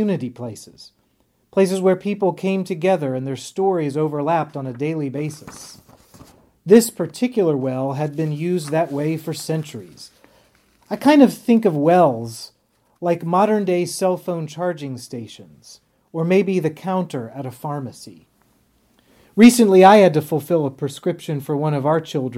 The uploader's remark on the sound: on the Third Sunday in Lent at Epiphany Lutheran Church in Richmond, VA.